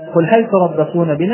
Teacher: أما حكم هل فهي أيضا مظهرة، فيجب إظهار اللام في كلمة هل